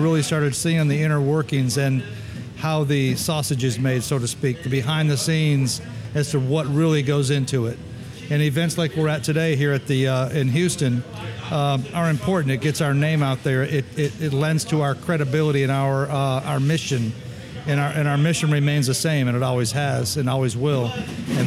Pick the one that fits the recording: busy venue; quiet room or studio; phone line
busy venue